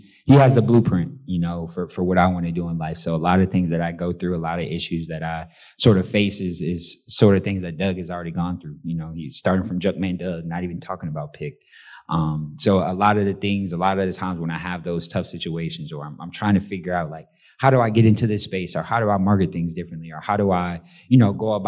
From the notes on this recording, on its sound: Recorded in front of a live audience at the inaugural Access Tallahassee YP Summit held at the FSU Conference Center in April.